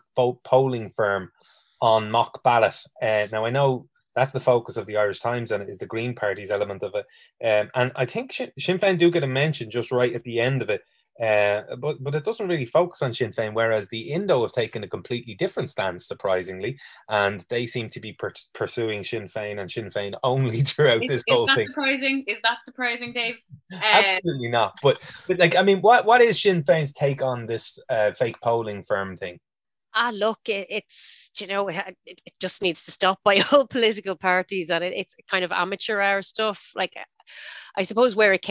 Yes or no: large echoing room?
no